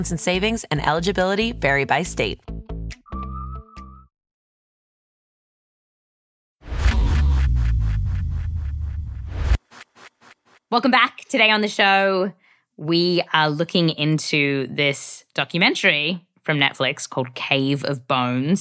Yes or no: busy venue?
no